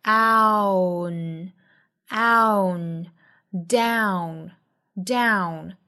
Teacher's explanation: 应该是双元音 ow,后面过渡出鼻音 n, own, own, down, down.这个音呢在美音之中啊，其实唇形更扁，其实更是一个梅花 a 和 a 的过渡 l l own down